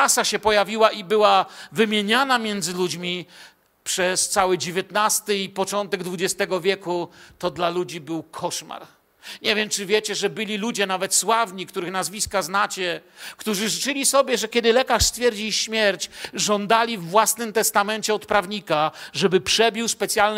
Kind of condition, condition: setting, large echoing room